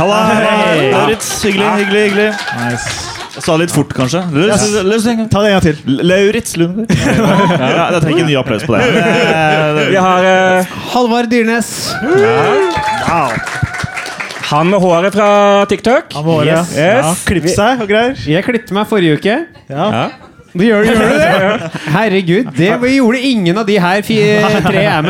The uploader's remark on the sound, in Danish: Livepodcast fra nieu Scene 2023. Takk til alle som kom!